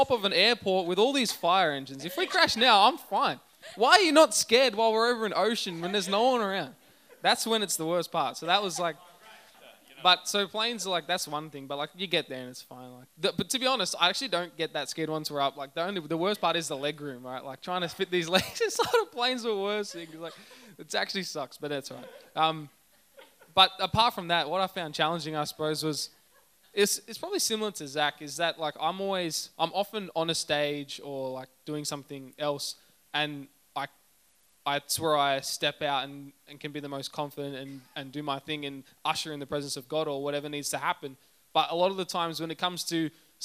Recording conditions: large echoing room